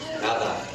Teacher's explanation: the D is pronounced like a TH, right? Because it's intervocalic, it's between two vowels. · Term: intervocalic D